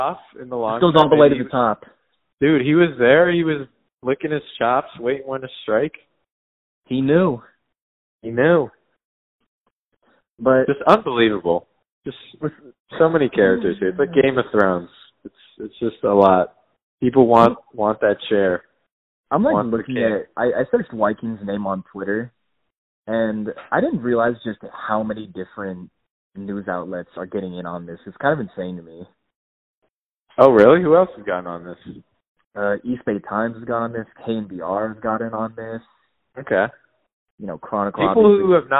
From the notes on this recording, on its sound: Frantically re-record another episode via phone call.